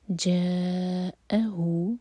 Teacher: جا چار حرکہ لمبا، حمزہ پر کٹ آف ساؤنڈ